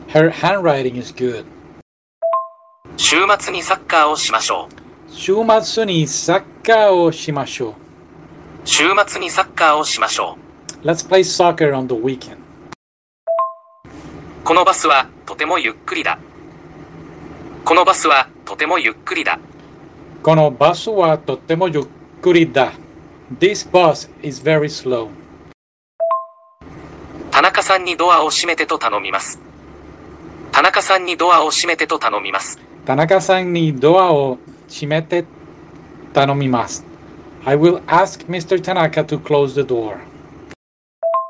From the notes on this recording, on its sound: audio is bad